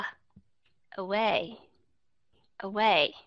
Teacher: Cái âm ờ các bạn sẽ đọc nó rất là nhẹ. · Term: schwa sound · IPA: ə